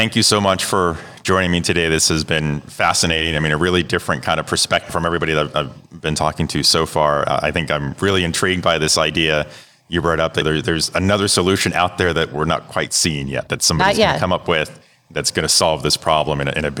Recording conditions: busy venue